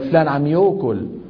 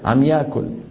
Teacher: فيهم بقايا يعني إمالة أو تمييل الألفات في بعض الكلمات إلى الواو · Shown in: first take